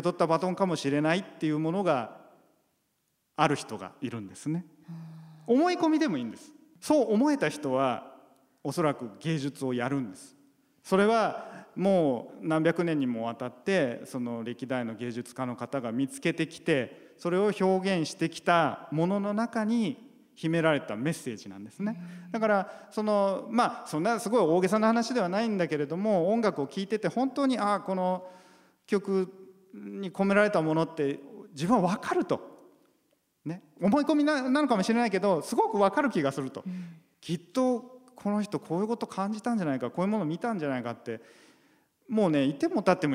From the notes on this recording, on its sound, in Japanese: 8月8日に行われた、公開録音の模様をお届けします。